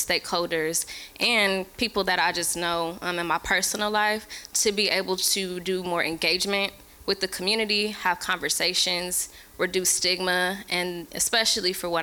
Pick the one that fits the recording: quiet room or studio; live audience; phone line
live audience